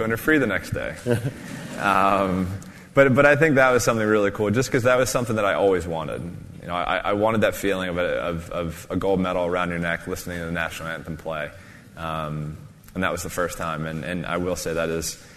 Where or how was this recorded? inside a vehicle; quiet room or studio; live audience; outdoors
live audience